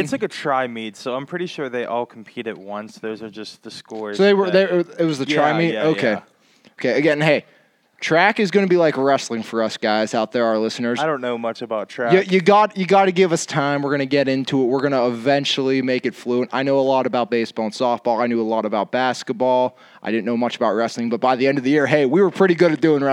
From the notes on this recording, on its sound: The Guys take the Podcast outside